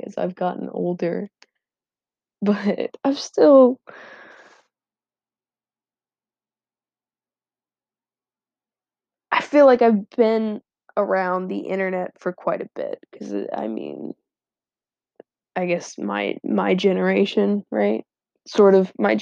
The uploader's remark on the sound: still lots of dumb airy laughs and terrible mic quality though